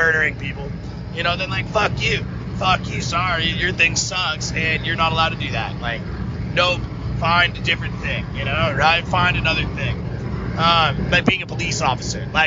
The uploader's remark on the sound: CAR_RANT_INTERLUDE. Car Rant Interlude 1 of many where I ramble into my phone.